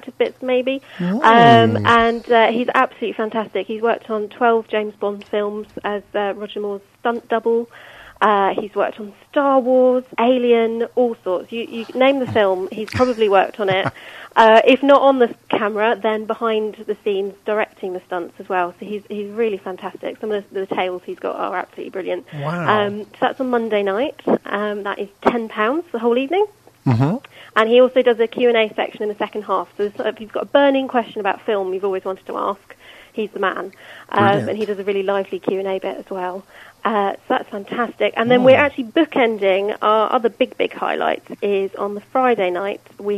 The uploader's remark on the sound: Joined on the phone.